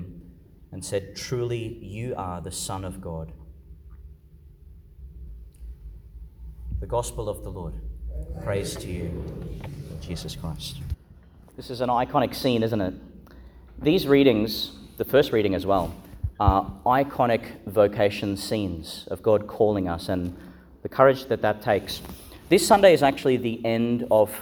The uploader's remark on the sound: Delivered (at the evening Mass) in Our Lady Star of the Sea Church, Gladstone. Homily for the Nineteenth Sunday in Ordinary Time, delivered (at the evening Mass) in Our Lady Star of the Sea Church, Gladstone.